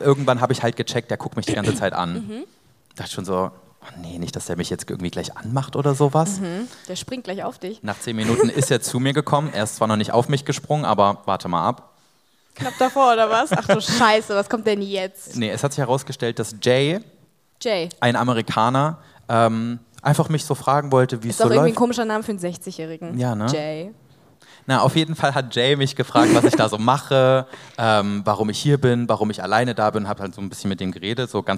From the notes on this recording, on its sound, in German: Die große Geburtstags-Live-Show. In der Stadthalle Köln. Das hier ist die gekürzte Audio-Version.